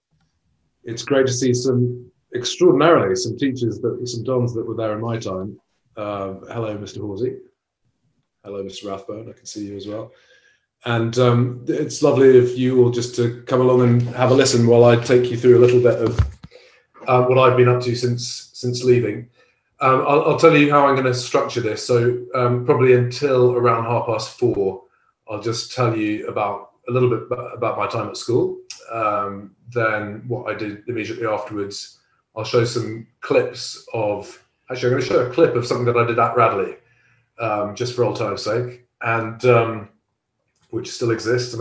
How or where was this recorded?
video call